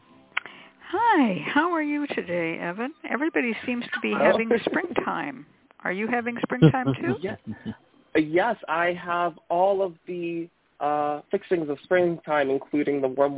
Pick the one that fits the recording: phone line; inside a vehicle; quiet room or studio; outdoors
phone line